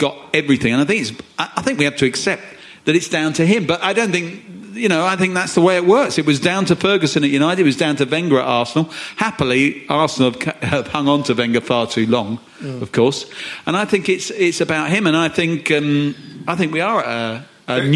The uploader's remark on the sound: It’s another private live show for Spurs Show Season Ticket holders only. DO NOT PLAY LOUD!